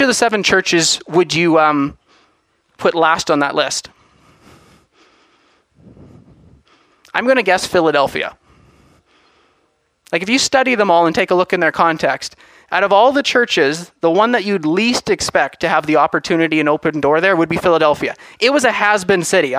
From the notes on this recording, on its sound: From Assiniboine Bible Church The Harvest Is Truly Plentiful Conference